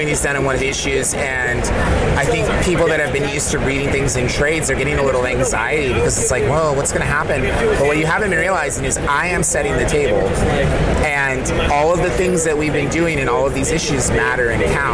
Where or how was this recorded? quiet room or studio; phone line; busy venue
busy venue